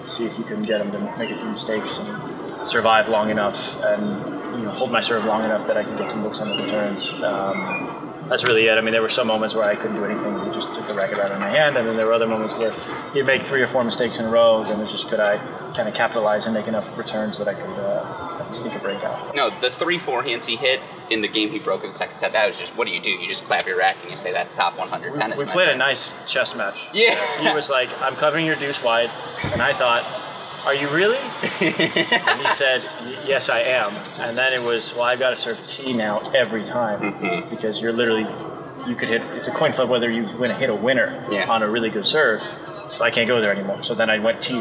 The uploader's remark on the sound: Live from the Cranbrook Tennis Classic after his Round-of-16 win.